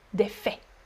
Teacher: in the plural form, you do not, do not pronounce the T · Term: Silent T and silent S